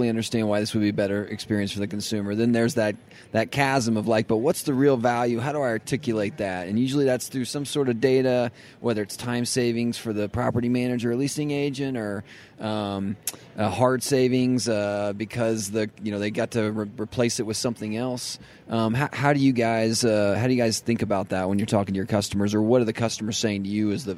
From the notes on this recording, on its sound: This week’s episode of The Bridge is coming at you live from the National Apartment Association in Denver!